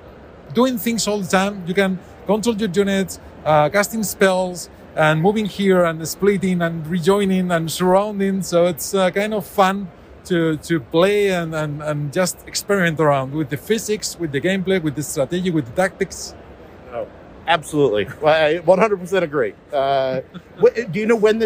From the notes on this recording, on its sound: LIVE...and then edited. I travel to the massive video game convention PAX East in lovely Boston, MA with papers in hand ready to talk to the developers, publishers, creators and creative minds that fill the expo center.